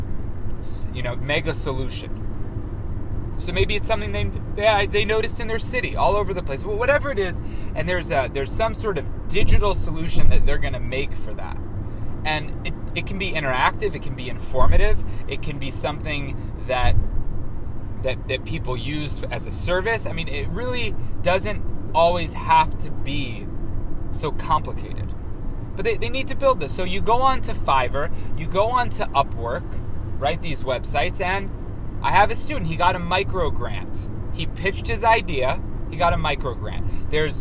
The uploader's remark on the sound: Recorded in transit to keynote the 32nd annual ACTEM conference in Augusta, Maine.